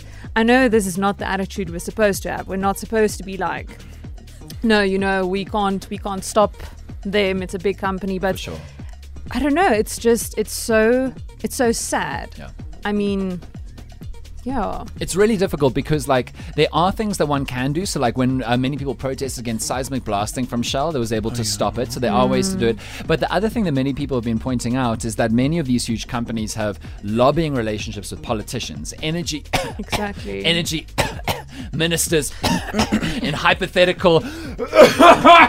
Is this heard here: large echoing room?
no